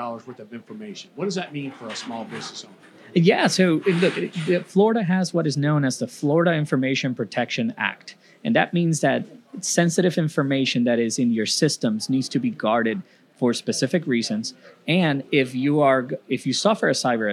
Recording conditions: busy venue